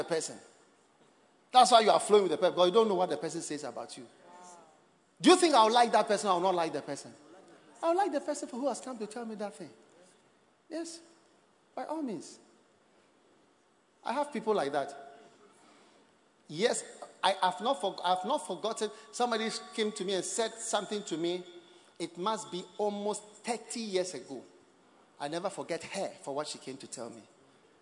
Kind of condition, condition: setting, large echoing room